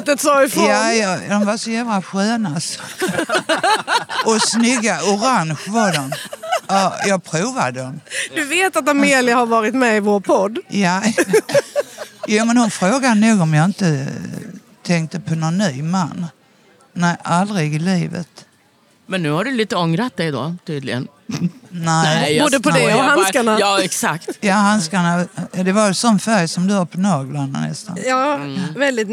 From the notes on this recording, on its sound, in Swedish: Allt på restaurang Smaca i Kristianstad. I solsken och inför publik.